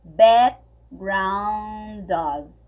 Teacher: a gente vai unir o background com O. E o F tem som de V mesmo, tá bom? My brain.